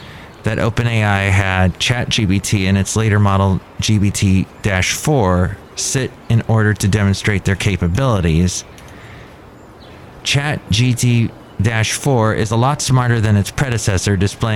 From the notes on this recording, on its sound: podcasts live from Café Anyway